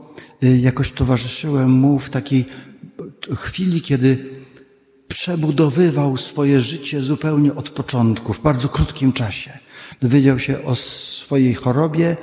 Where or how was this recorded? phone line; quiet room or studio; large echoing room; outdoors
large echoing room